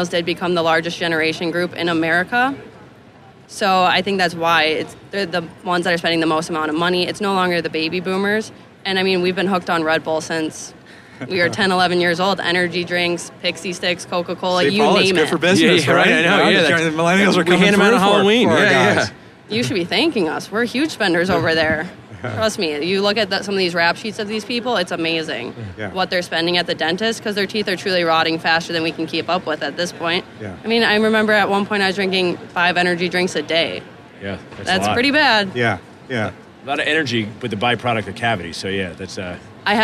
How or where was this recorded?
busy venue